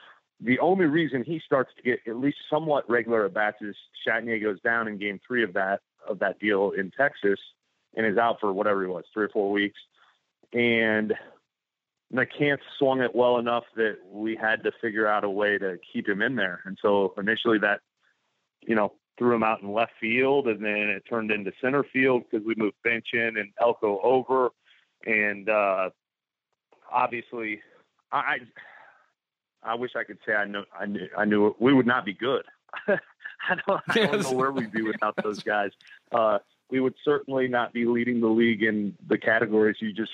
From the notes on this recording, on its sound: joins on the Modern Woodmen phone line